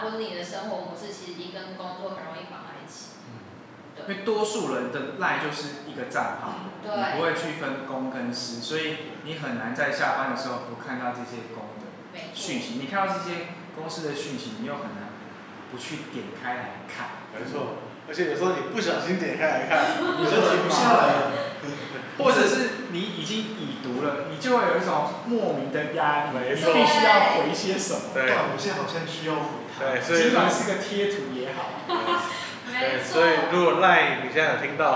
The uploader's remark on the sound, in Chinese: 錄音以及內容問題前面幾集還在試錄跟摸索，請大家多多見諒喔